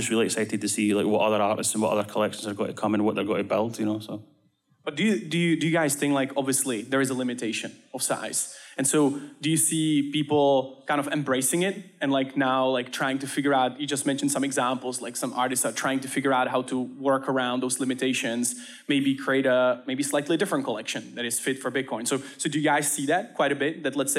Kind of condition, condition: setting, busy venue